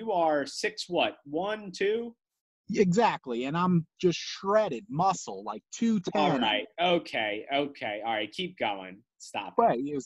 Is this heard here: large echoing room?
no